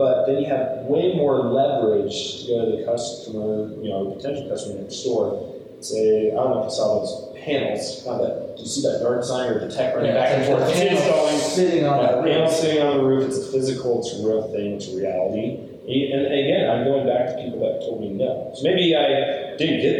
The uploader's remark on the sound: sorry about the audio, the primary got lost, and so this is on the backup audio